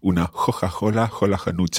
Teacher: because in Florence, the k sound can become a little bit more h